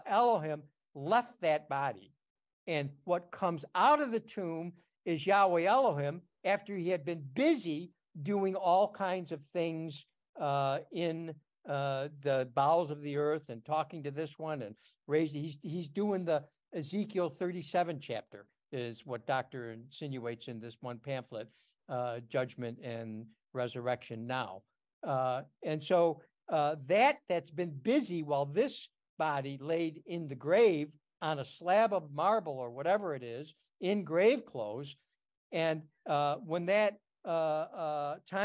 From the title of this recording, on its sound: Oceanside Zoom Class